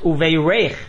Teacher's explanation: the accent is on the last syllable on the reish. The word is pronounced uveirech, with the accent on the reish and a tsere under the reish.